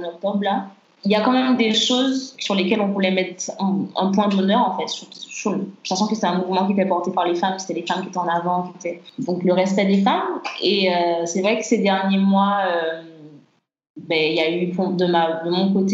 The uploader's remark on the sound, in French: Nous avons enregistré via Skype.